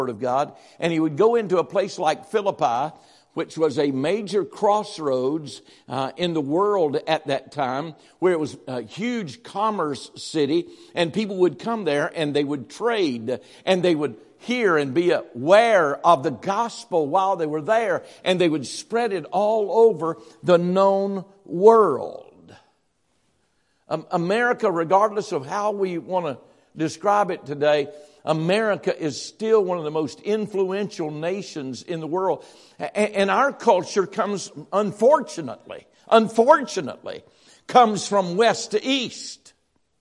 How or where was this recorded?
large echoing room